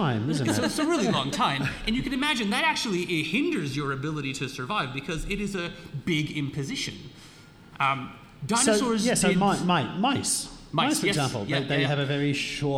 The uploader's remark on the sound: We’re LIVE for a second time in Armidale for National Science Week at The Welder’s Dog Brewery, on Anaiwan country, also known as high country, in the state of New South Wales, Australia.